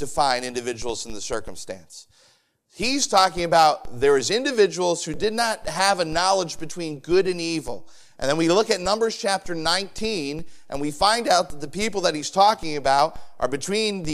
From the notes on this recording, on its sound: Sermon preached on Sunday Evening on June 18, 2023. At the First Baptist Church of Easton.